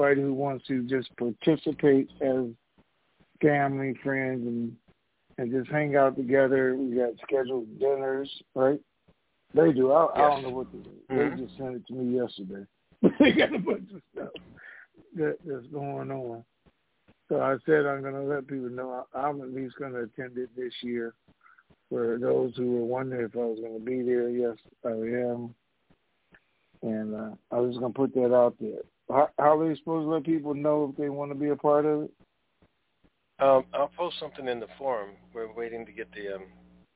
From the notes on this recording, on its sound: TNTSuperfantastic Conference Call - Wednesday, July 14, 2021